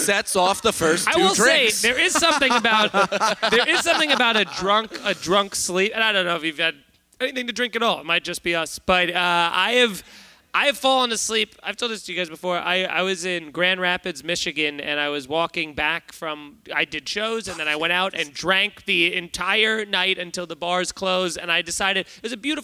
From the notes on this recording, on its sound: We did a live podcast at the Algonquin Arts Theatre in Manasquan, New Jersey. A couple fell asleep during it. We answer questions from the audience.